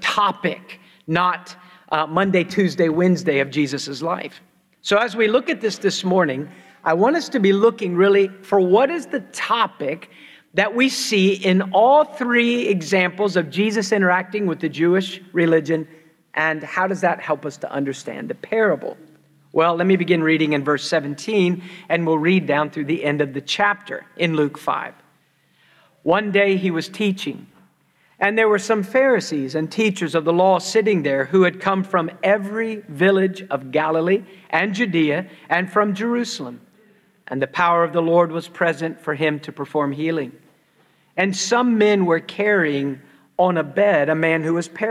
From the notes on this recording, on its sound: preached at Christ Church New Albany